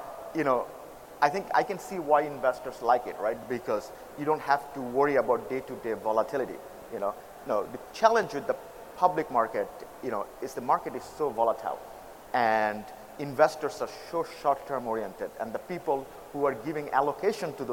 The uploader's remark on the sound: from the Sooner Than You Think conference in Brooklyn